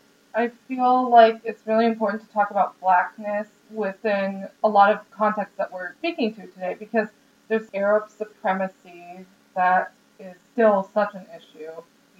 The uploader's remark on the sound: Our one regret is the sound quality (we had some acoustics problems while being “on the road”/mobile as a podcast crew).